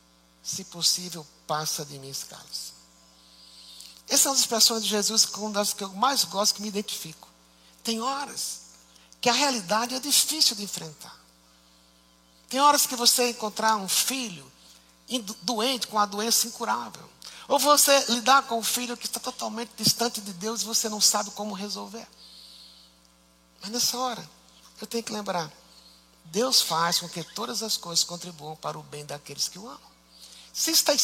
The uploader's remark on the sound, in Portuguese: Culto ao vivo IBMorumbi